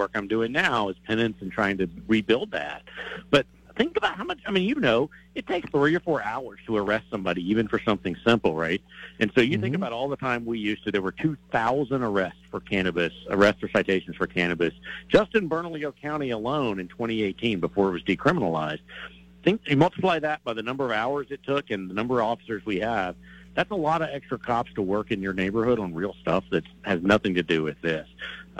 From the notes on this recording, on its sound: Takes your phone calls on the topic.